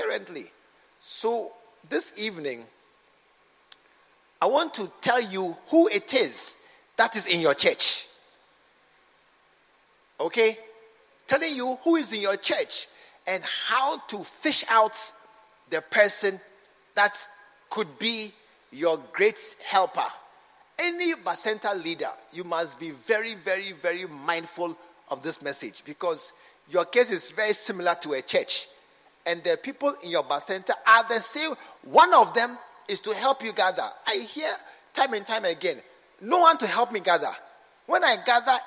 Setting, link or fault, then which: setting, large echoing room